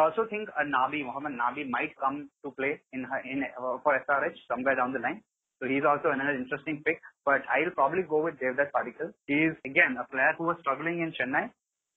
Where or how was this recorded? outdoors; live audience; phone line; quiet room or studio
phone line